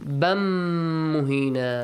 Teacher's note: Right, merge it. A nasal sound, extended for two counts.